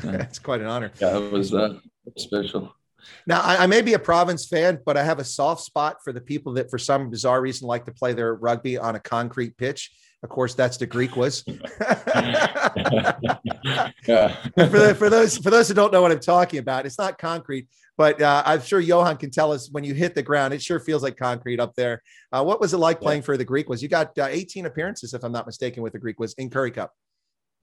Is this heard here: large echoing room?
no